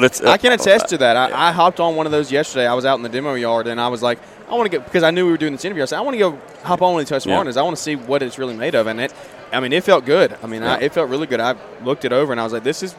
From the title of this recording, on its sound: Live At The Equip Expo 2022